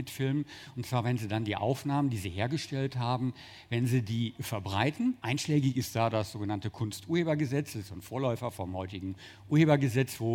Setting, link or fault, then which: setting, busy venue